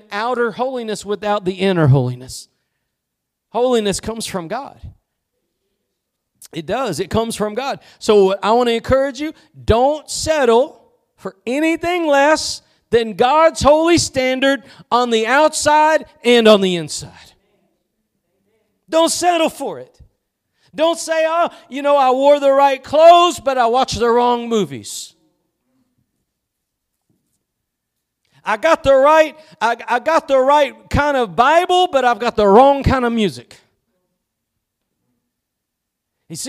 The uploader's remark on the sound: Preached at Gospel Lighthouse in Bossier City, La.